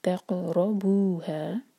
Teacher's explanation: सुकून के बाद रो आ रहा है तो रो पर जोर देंगे